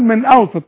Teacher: النون اللي عليها السكون لا تغن